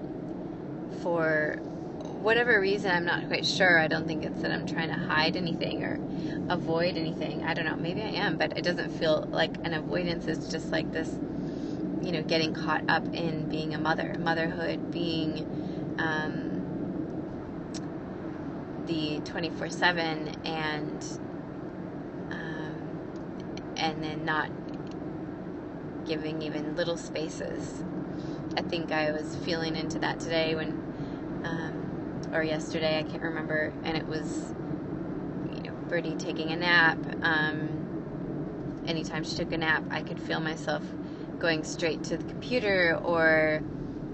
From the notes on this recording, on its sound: In this episode I share raw and real from my heart while driving in my car.